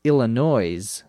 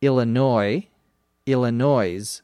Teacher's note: is sometimes mispronounced as Illinois with an S sound